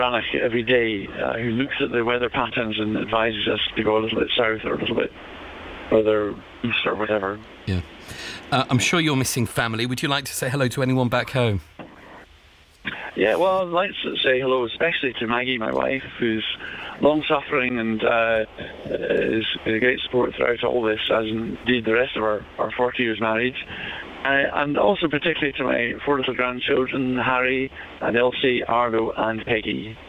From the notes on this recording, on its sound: BBC Radio 2. The call was done live from the boat in the Atlantic via satellite phone.